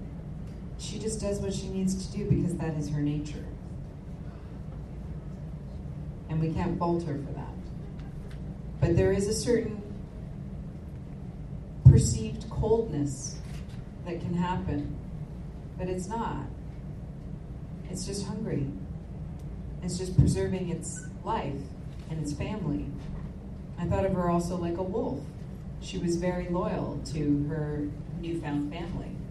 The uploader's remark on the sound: The third interview is a casual conversation with fans. Interactive meet and greet panel.